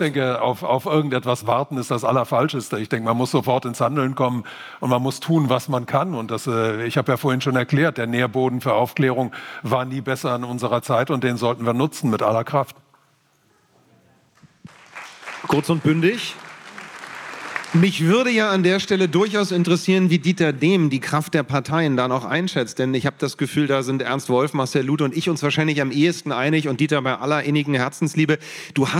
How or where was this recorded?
live audience